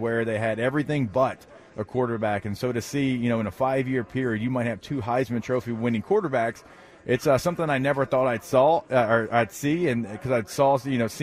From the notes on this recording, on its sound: at media day for the 124th Army-Navy Game in Boston